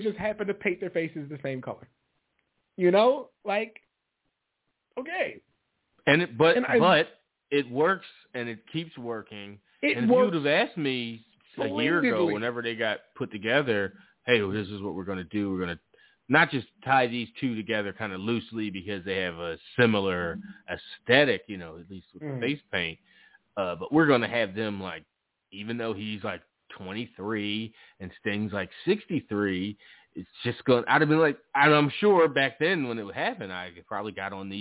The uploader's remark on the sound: The guys are back live answering calls. Live callas and more.